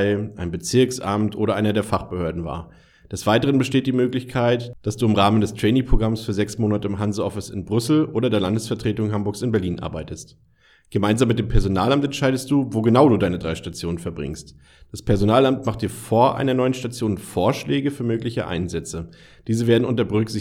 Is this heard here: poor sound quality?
no